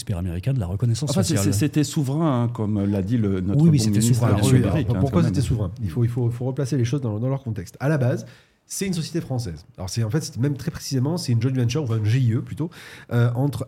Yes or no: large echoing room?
no